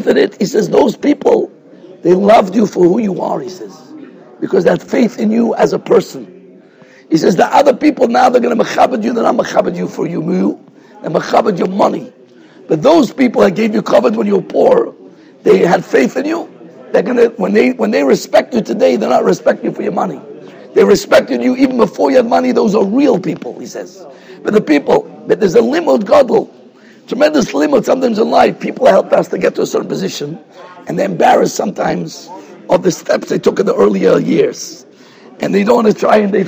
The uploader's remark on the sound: Shiur recorded in Yeshivas Ohr Reuven, Monsey, NY.